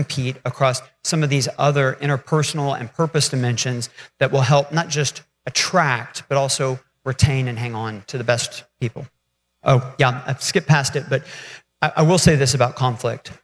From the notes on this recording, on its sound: LIVE from the Main Street Summit.